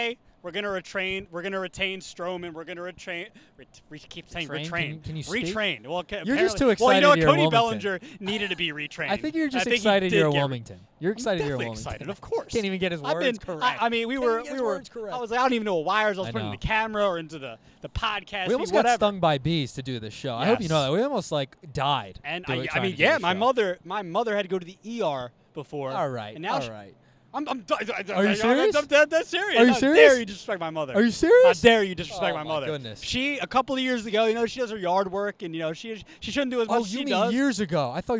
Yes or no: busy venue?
yes